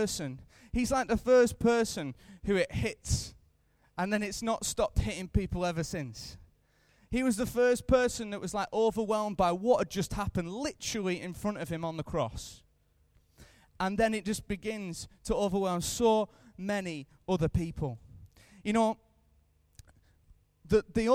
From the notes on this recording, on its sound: Recorded live at Life Church on Friday 3rd April 2015.